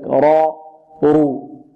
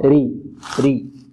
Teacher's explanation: أن الراء مفتوحة مفخمة ومضمومة كذلك راء ورو، والمكسورة مرققة ري ري